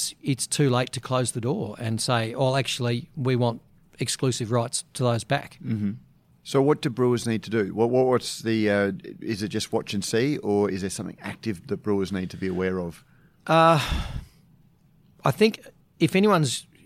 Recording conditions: busy venue